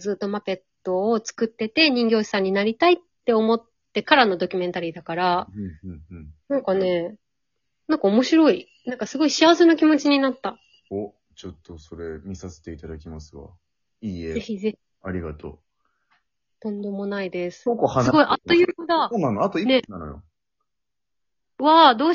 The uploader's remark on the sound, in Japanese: リモート収録